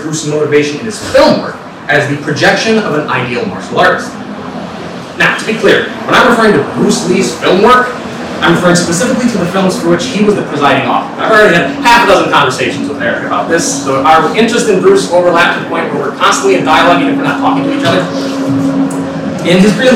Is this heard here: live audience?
yes